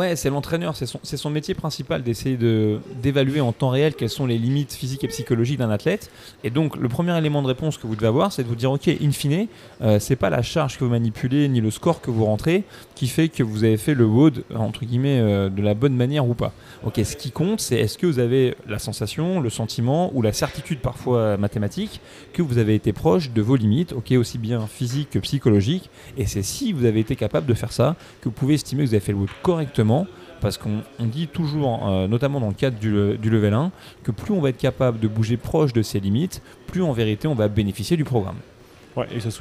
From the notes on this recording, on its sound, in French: EN direct de CrossFit Louvre III à Paris